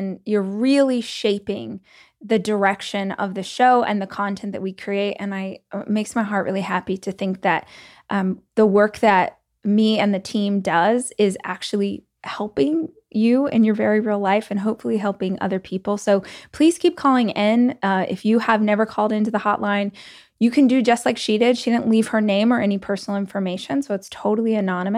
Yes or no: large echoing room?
no